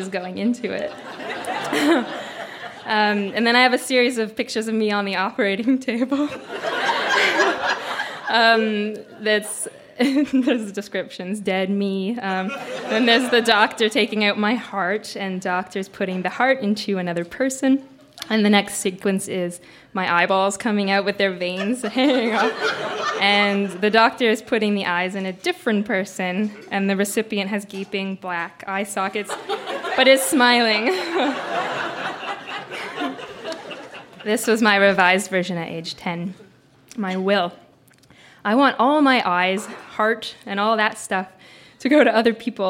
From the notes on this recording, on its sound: Recorded live at The Company House in Halifax, NS.